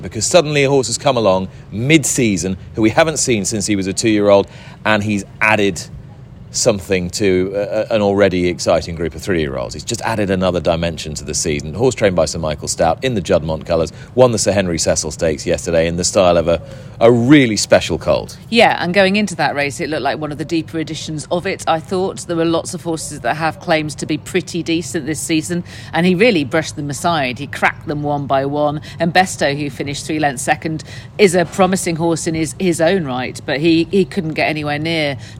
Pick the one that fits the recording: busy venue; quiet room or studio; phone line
busy venue